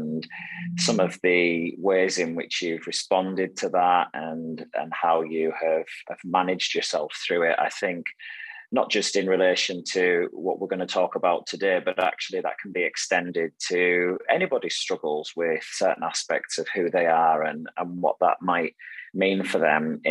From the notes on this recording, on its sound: remotely so you'll notice a difference in the sound